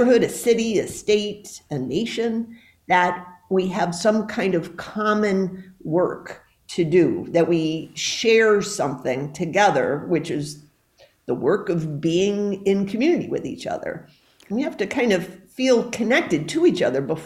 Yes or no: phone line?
no